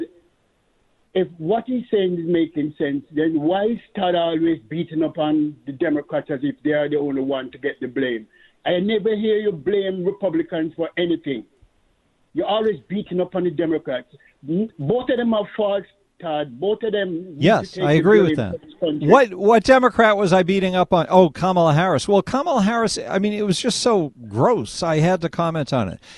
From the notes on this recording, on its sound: Then, we take phone calls.